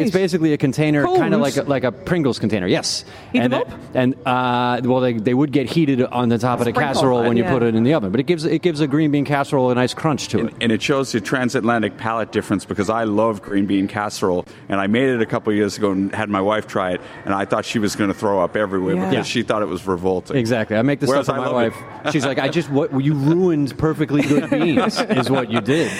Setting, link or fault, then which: setting, busy venue